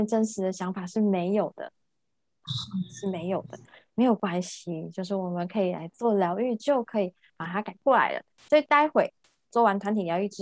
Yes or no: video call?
yes